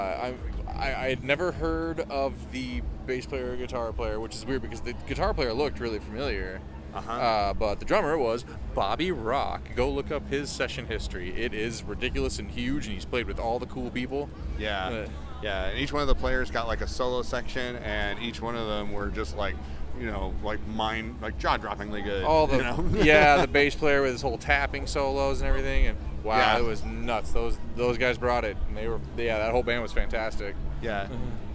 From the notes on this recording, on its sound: Record live from the 10th annual Rocktemberfest in Hinckley, Minnesota! They chat with concert goers.